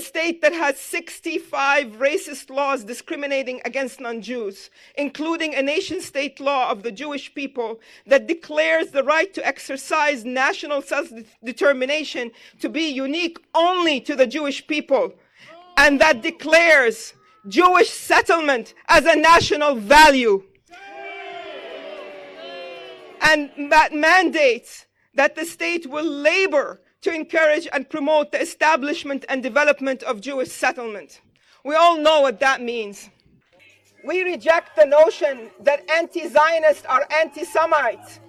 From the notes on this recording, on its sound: I recorded several speakers from the 54th National Day of Mourning at Plymouth, MA on Thanksgiving Day, 2023.